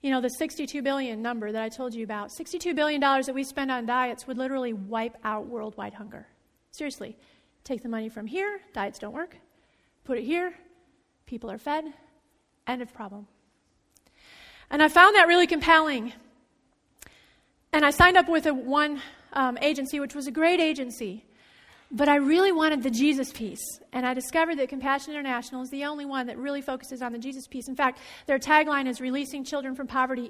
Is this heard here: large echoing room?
yes